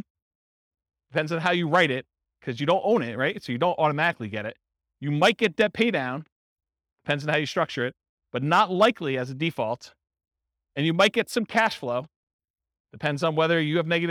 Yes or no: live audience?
yes